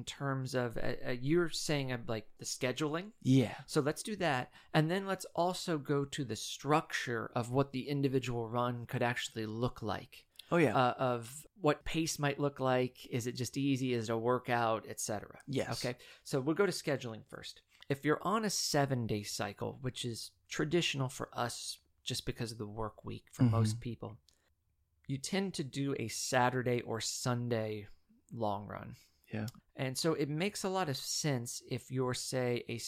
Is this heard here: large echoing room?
no